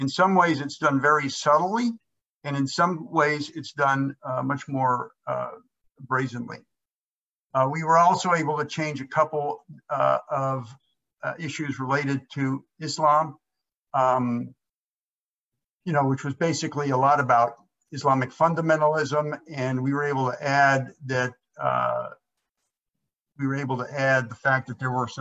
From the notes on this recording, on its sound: Two-part online event series. Round table discussions featuring educators, activists, civil rights advocates, and law experts. This event was held online via Zoom.